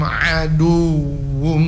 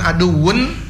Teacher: Wum itu sudah menggunah sudah melebur ke huruf mim ya jadi bukan aduun tapi langsung aduum ah tapi sambil berdengung · Shown in: first take · ya jadi melebur sambil berdengung ya, gitu dengungannya itu minimal dua harokat gitu hadan Allahu a'yam baik. · Term: Idgham bi guna